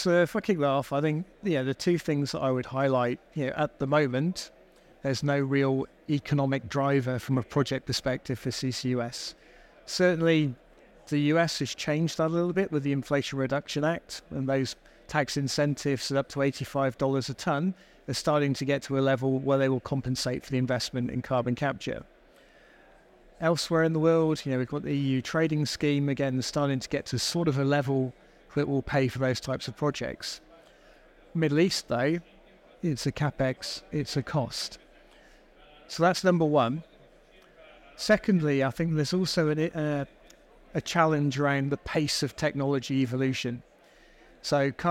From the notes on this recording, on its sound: Recorded live at ADIPEC 2023